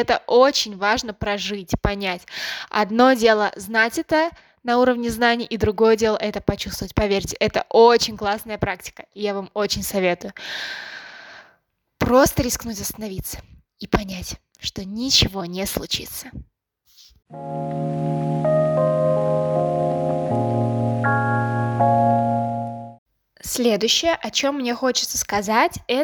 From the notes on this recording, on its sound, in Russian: ПРОШУ ПРОЩЕНИЯ ЗА ЗВУК И ШУМЫ НА ФОНЕ. Это глюк микрофона и Ама(мой котенок).